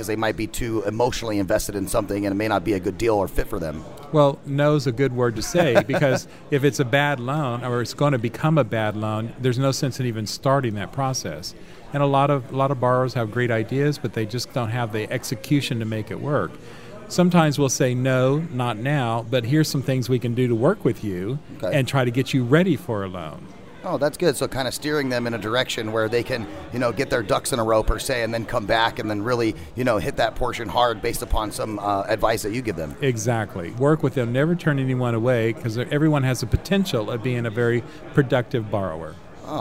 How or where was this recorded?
busy venue